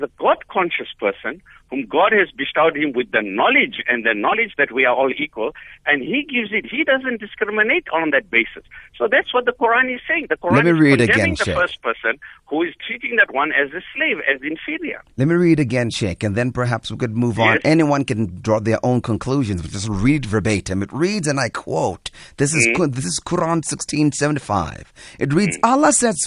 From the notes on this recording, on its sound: Guest on the phone